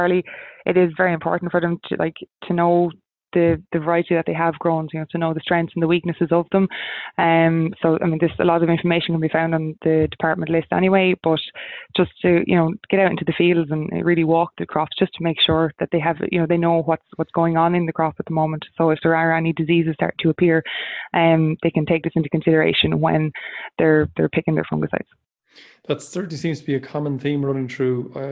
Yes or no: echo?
no